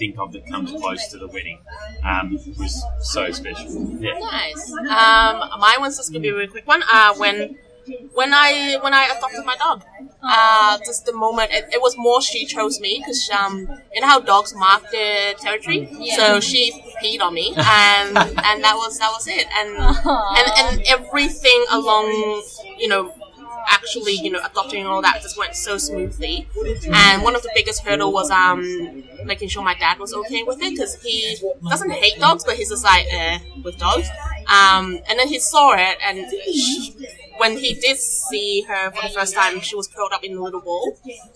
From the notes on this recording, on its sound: Apologies in advance for the poor sound quality...the background noises were much louder than I thought...will use quieter cafe next time